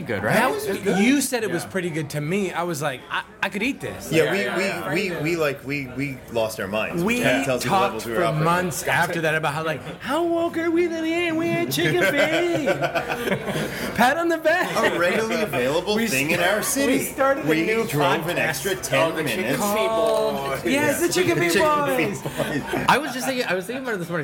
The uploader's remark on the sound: Recorded live at The Holloway in Los Angeles, CA.